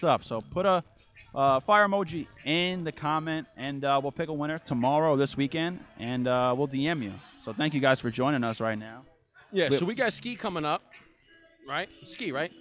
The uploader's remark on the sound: LIVE from New York Cigar Weekend